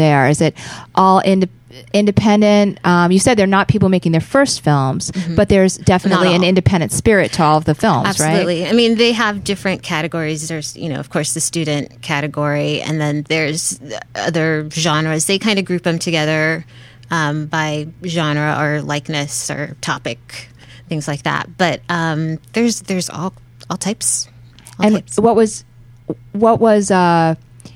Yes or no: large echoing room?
no